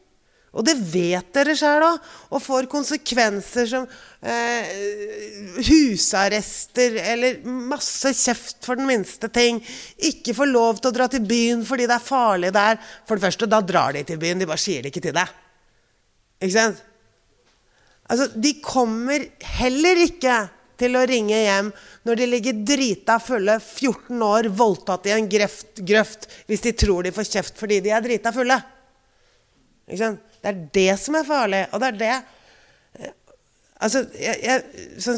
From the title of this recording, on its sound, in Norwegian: LIVE FRA DOVREHALLEN